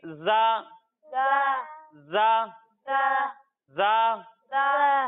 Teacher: جب ہم زا کی ادائیگی کریں گے تو اس میں سیٹی کی آواز آئے گی